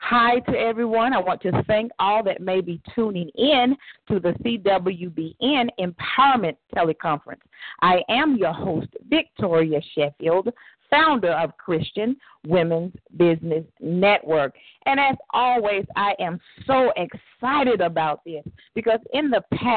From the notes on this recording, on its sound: CWBN Annual 4th Teleconference.